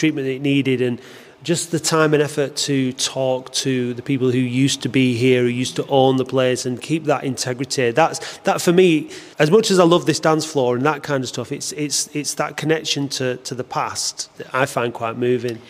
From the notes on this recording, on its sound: This episode was recorded at the party to celebrate this milestone, as some of the attendees shared their experiences and associations with both the building and the venue.